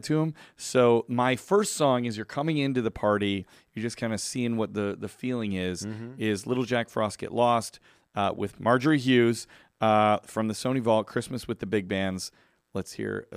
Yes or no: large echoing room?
no